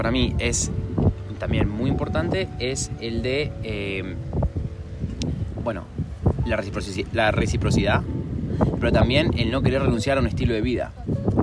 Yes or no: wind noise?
yes